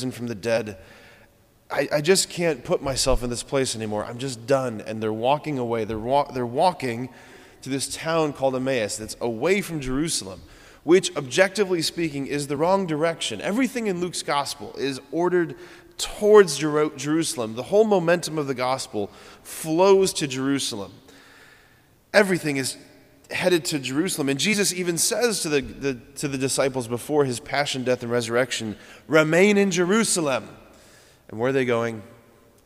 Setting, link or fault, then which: setting, large echoing room